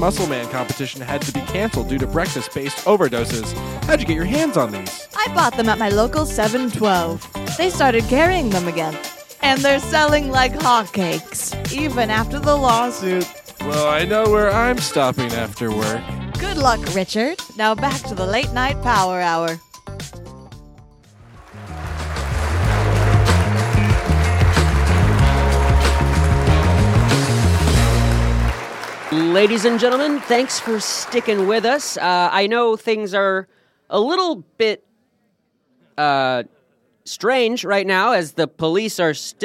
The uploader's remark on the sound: Recorded at Improv Asylum in Boston Massachusetts.